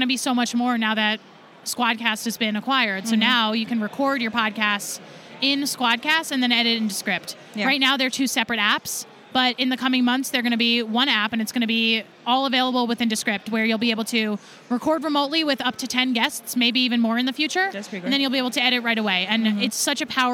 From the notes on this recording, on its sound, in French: Le Podcast Movement (conférence là où est enregsitrée cette interview).